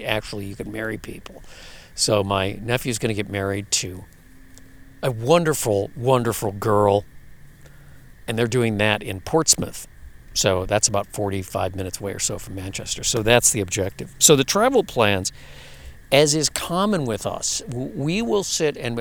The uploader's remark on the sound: Live From The Lake Shore. From the shore of one of those famous fishing lakes in Western Wisconsin comes the sounds of early spring up here. That is to say the bugs really haven’t gotten started yet.